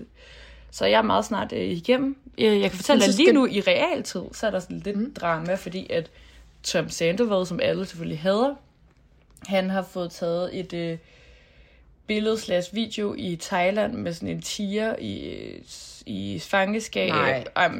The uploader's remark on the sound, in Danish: Så selvom vi begge var sneede mere eller mindre inde og ikke kunne mødes fysisk, har vi bikset en lille podcast sammen til jer optaget på memo-appen på vores telefon.